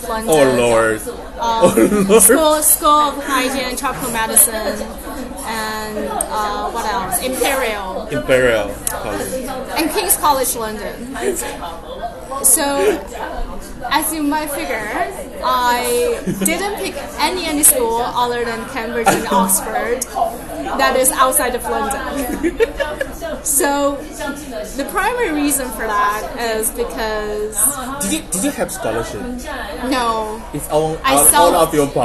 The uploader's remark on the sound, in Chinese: 這是一集極具挑戰性的一場錄音。它發生在早上九點的早午餐，它更發生在人聲鼎沸的餐廳之內；又再一次，我為錄音品質感到抱歉。錄音編輯後製：完全沒有。